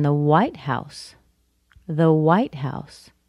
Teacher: There I just stressed the word white. And I didn't do it to point out the color.